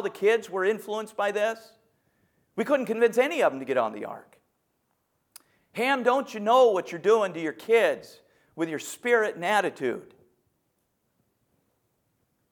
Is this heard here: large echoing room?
yes